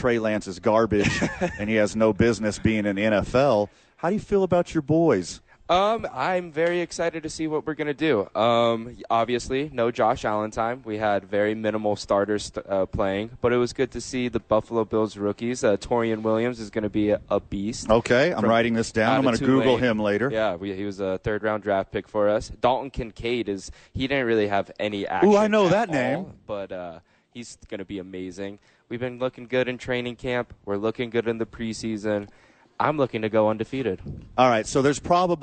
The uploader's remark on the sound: live from the Albuquerque Duke Store